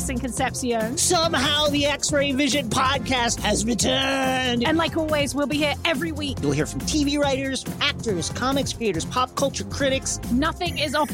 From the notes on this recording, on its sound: Live from The Golden Wedding.